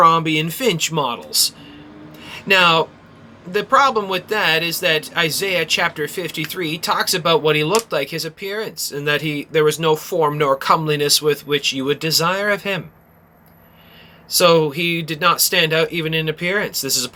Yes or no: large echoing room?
no